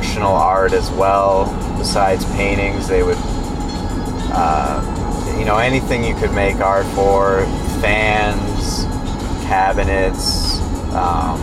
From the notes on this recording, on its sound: It's really nice out so I take the show on the road, driving up the North Shore of Massachusetts.